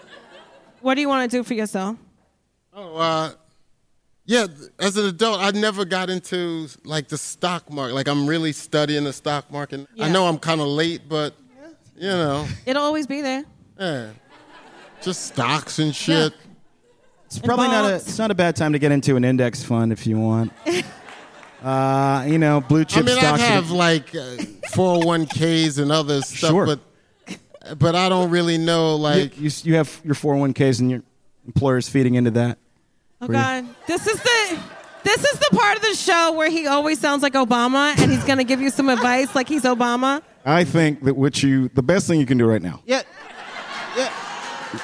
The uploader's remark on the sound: LIVE at the Bell House BK